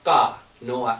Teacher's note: K would just be ka, no breath coming out. So it's actually ka.